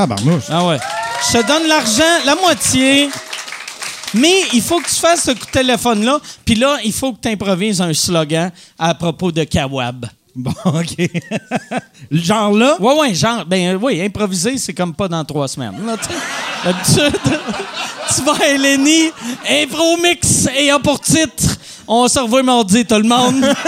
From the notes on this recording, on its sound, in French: enregistré au Bordel